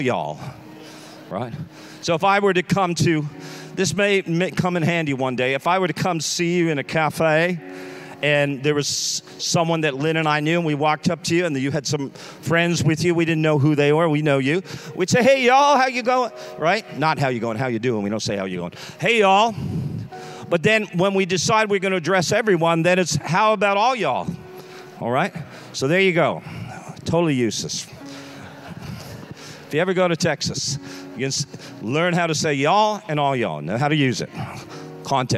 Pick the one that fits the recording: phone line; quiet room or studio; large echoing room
large echoing room